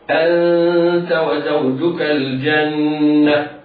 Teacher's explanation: النون في كلمة أنت نون ساكنة بعدها التاء في نفس الكلمة، وحكمها الإخفاء الحقيقي. وهنا أنبه وأقول للقارئ ادخل من الهمزة المفتوحة إلى النون إلى غنة النون، اسمع أنت وزوجك الجنة.